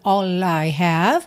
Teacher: And words are all I have, pode juntar o L